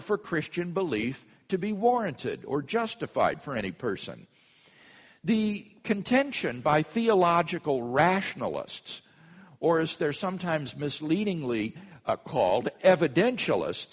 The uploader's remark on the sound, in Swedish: Inspelad på Apologias konferens "Till trons försvar" i Betlehemskyrkan, Stockholm 2012-04-20.